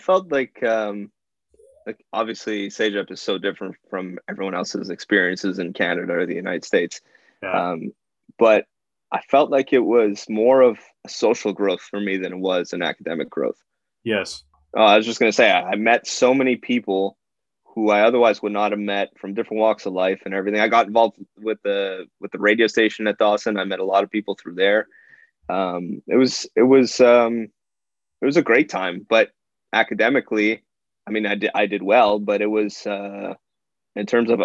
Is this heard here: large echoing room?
no